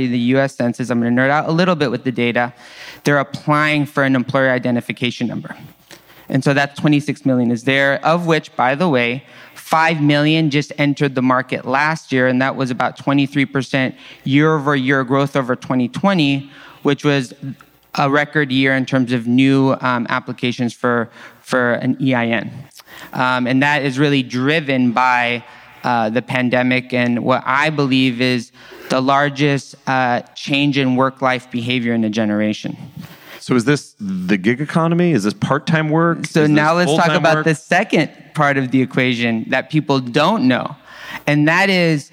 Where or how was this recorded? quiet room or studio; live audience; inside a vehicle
live audience